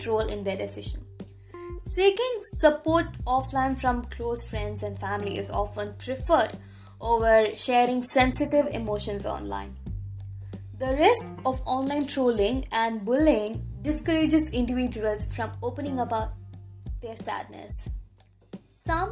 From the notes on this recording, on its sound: I swear I'll get a new mic next time